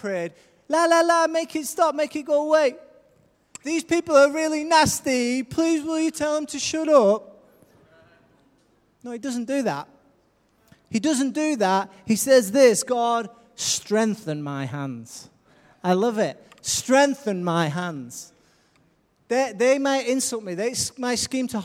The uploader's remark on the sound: Recorded live at Life Church